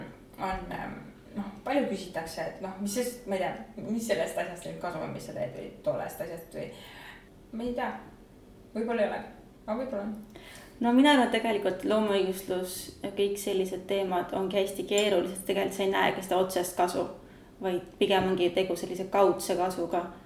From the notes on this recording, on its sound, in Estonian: Arvamusfestivalil toimunud arutelu